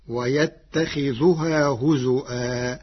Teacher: أما كلمة هزوا فقرأها بالهمز مكان الواو